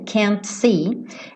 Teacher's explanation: esse T do can't muitas vezes não é pronunciado. Então ele poderia tranquilamente ligar can't see, ligar o T no S, can't see, e aí você não ouviria.